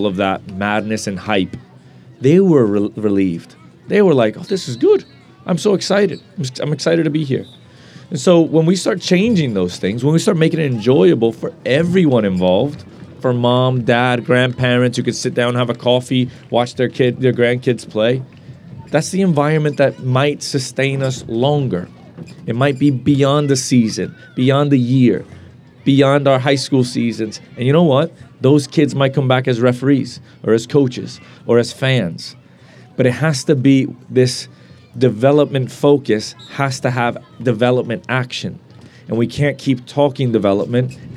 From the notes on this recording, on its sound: Live at the Eastern Shore Premier Cup